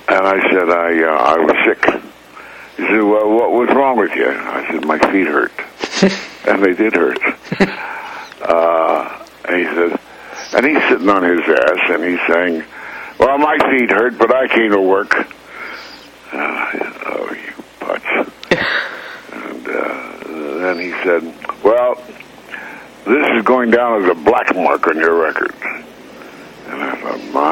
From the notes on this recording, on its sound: We spoke over the phone. From Los Angeles.